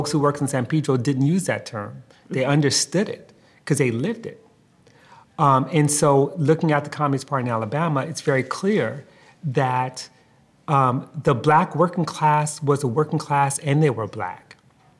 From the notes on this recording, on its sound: live Dig interview from the Socialism 2022 conference in Chicago.